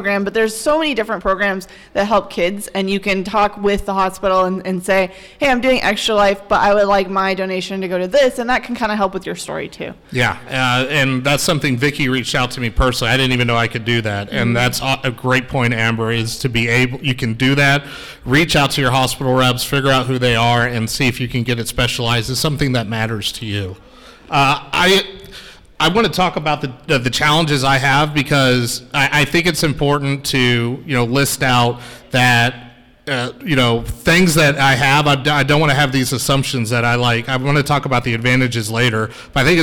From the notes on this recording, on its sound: the Gaming for Good panel that I participating in at MiracleCon 2022 in Oklahoma City